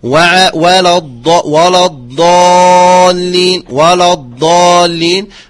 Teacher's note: بالترقيق الواو واللام وتفخيم الضاد في أعلى مراتب التفخيم